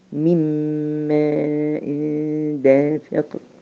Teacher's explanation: بدخل النون في الميم بدغمها وبنطق بميم مشددة بتاخد زمن غن حركتين مما دافق طيب فبتنقل أنا على طول · Term: ادغام تام بغنة